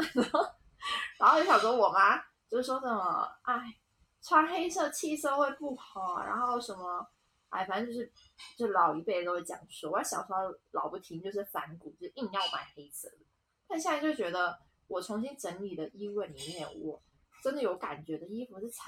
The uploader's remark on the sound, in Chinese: 遠程錄音有點雜音。